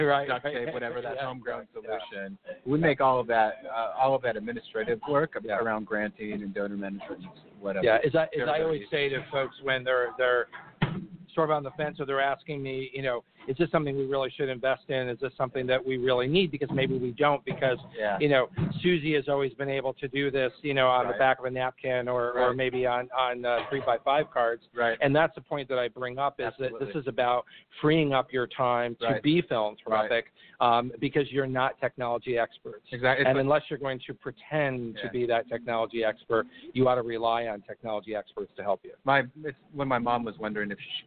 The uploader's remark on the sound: LIVE from BBCON 2016 - The Blackbaud Conference